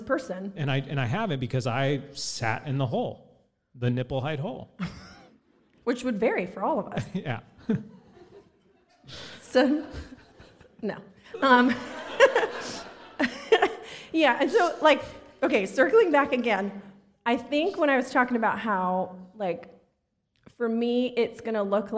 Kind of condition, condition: setting, live audience